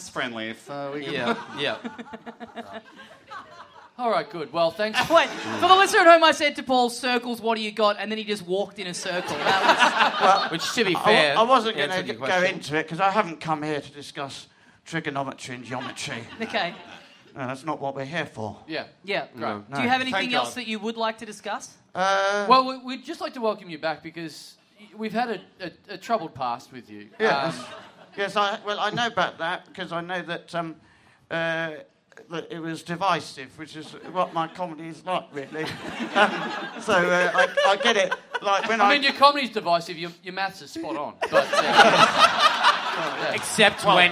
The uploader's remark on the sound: Big live podcast and stand-up show.